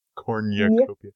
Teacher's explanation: I don't have the y after the N.